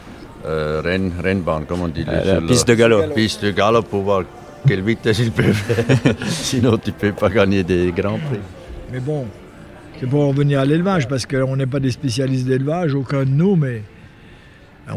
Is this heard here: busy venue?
yes